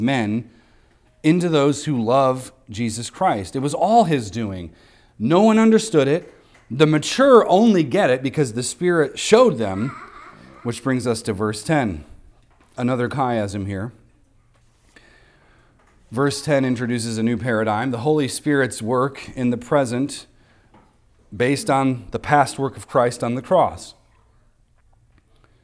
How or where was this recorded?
large echoing room